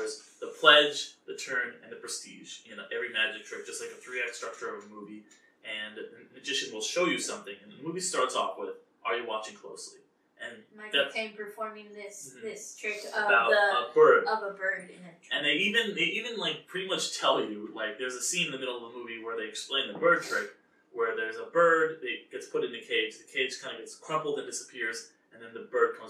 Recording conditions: poor microphone